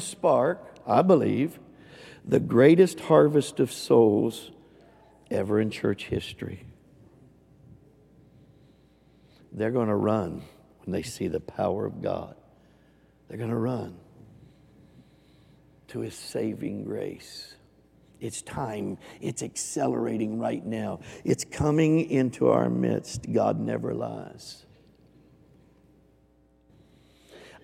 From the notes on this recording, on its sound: Recorded live on 3/27/22.